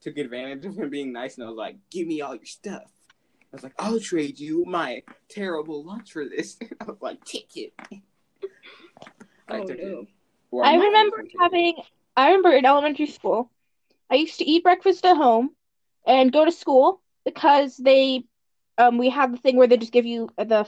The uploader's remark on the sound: There was a LOT of editing to do. Anyway I hope you enjoy the episode despite the horrible audio and random cuts.